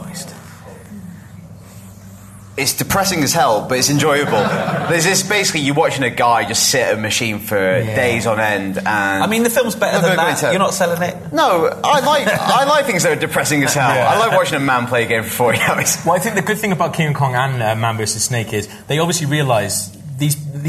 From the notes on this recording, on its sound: Live at the Glasgow Film Festival.